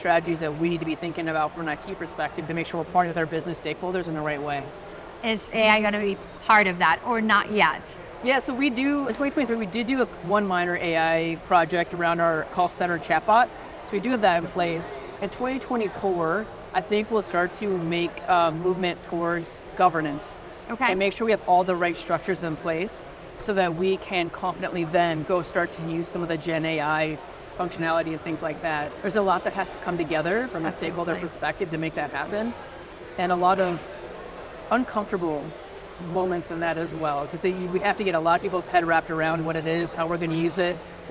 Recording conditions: busy venue